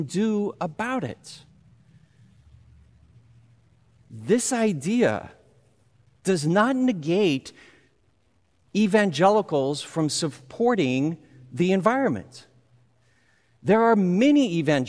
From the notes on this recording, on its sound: Recorded live at Beatitudes Church, Phoenix, AZ on 07/10/20